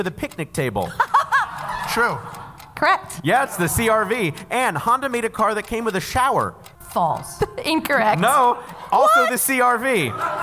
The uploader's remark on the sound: It’s another LIVE edition of Go Fact Yourself!